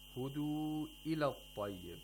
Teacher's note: So the mad al munfasil was read with qasr. He didn't lengthen the mad al munfasil to more than two vowel counts.